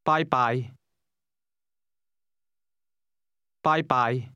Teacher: Did you hear the high and mid-level tones in that word?